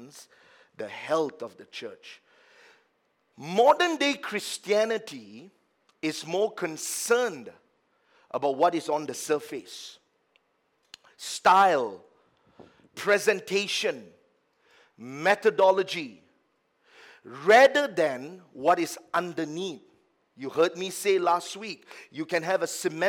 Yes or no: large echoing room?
yes